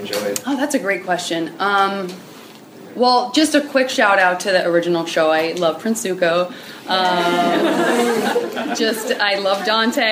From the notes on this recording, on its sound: Live Panel from the University of Chicago’s Sex Week.